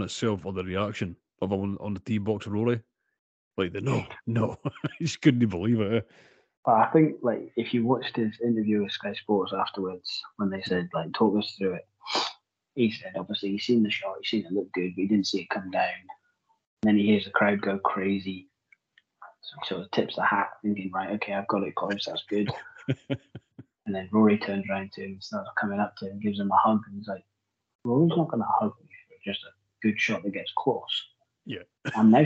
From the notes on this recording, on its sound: We had to record this weeks episode via Skype due to circumstances out of our control, the audio is shite so please bear with us and we apologise in advance